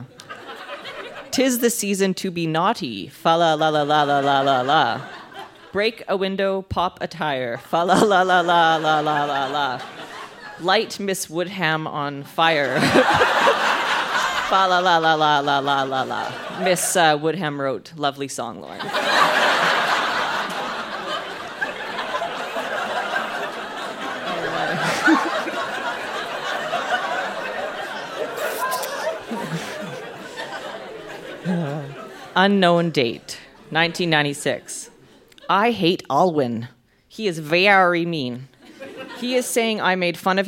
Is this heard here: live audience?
yes